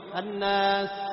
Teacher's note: يخرجون الصفير من جوانب الأسنان